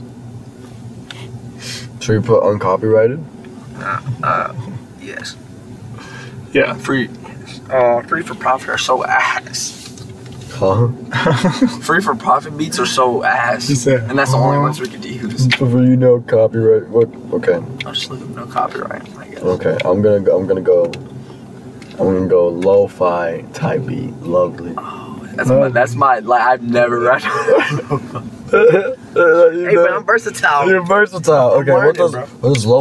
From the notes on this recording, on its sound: we record in a car!